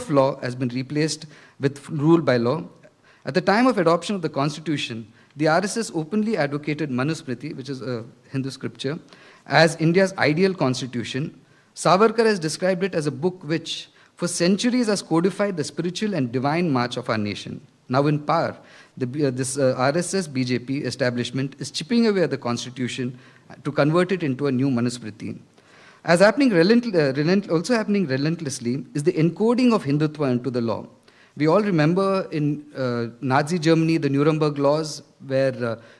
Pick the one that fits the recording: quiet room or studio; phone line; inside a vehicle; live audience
live audience